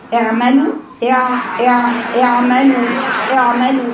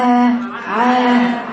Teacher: تجيبيها من الحلق مخرجها من وسط الحلق وما تبقاش فيها هواء · Shown in: first take